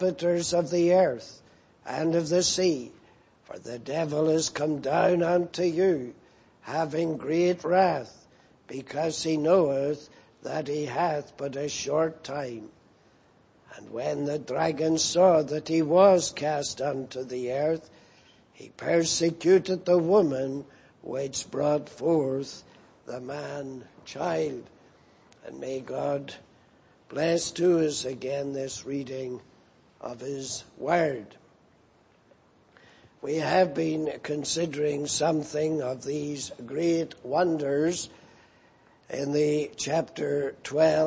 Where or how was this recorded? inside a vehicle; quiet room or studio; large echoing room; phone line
large echoing room